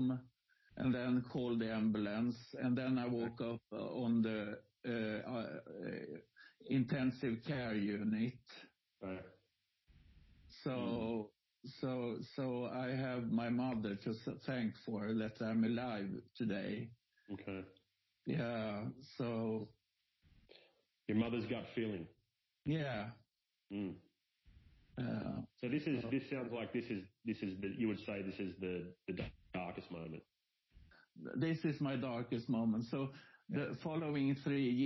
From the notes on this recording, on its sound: Apologies for the sound quality on this one...it was our first try at doing an interview over the phone.